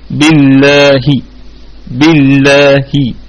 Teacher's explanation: يعني القصر مع ثلثي الحركة اللي هي الكسرة، فتبقى بالله بالله. · Term: الروم